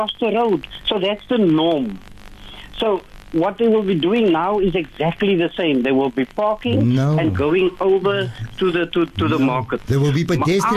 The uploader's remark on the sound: Joining us instudio is. Joining us via phone.